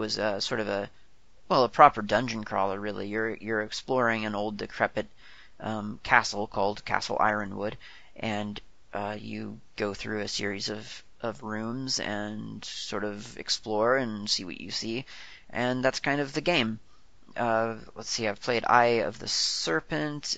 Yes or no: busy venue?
no